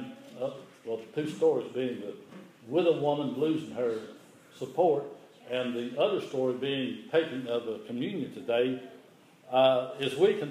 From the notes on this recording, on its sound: This is an audio recording of the Sunday service at Persia United Methodist Church in Rogersville, TN.